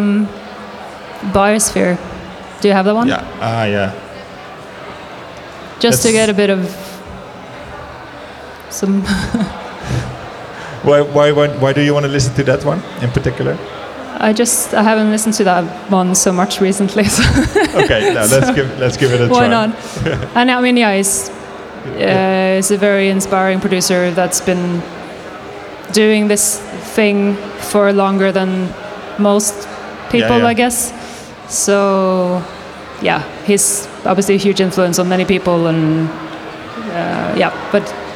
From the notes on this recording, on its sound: Dekmantel Festival 2022 x Echobox. During the Echobox live radio broadcast at Dekmantel Festival 2022.